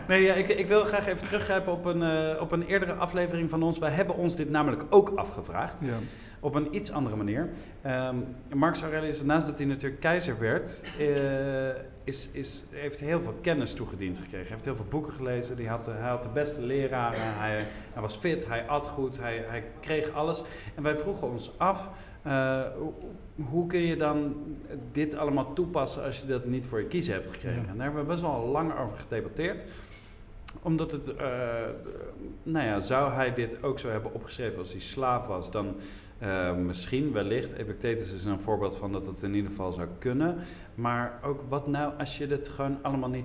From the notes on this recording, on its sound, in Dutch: Stoicon-X Gent. Live vanuit het Geuzenhuis. Om op het festival Stoicon-X te Gent een live podcastopname te houden.